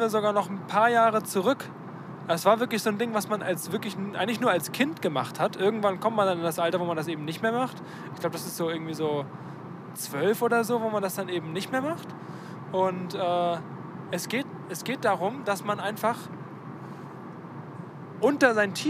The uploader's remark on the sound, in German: (Car-Edition). Die erste Folge die während einer Autofahrt aufgenommen wurde.